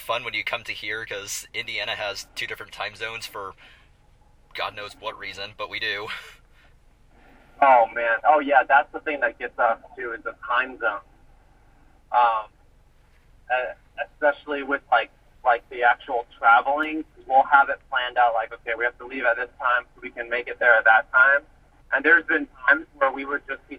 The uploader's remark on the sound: Recorded via phone call